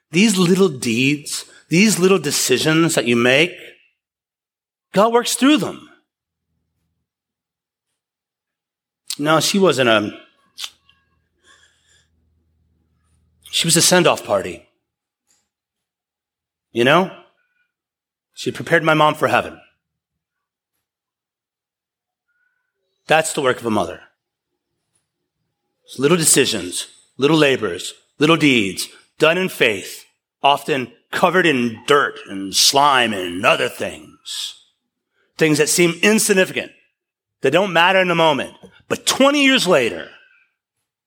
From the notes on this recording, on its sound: Taken from a sermon series. At East River Church.